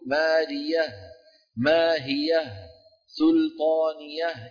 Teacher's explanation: فإن أرادوا بيان الفتحة ألحقوا بالكلمة هاء سكت · Term: هاء السكت